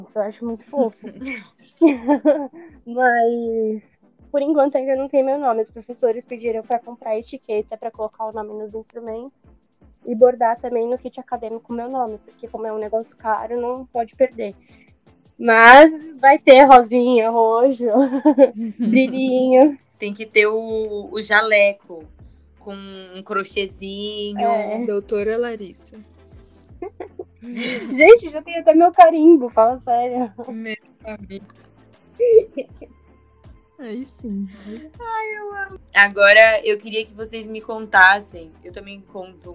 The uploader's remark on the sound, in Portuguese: O episódio de hoje sofreu algumas falhas técnicas de áudio